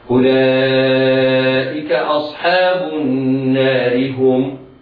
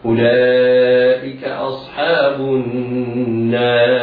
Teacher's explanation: الراء الساكنة سكونا عارضا من أجل الوقف إذا كان قبلها ألف فإن حكمها التفخيم · Shown in: second take